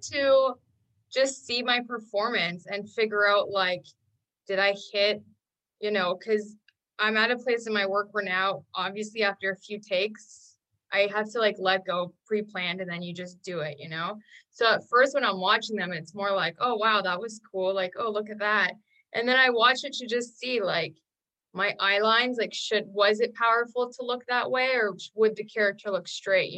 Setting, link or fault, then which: link, video call